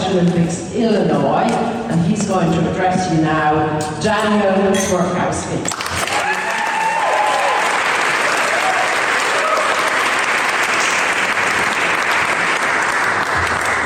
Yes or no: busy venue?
yes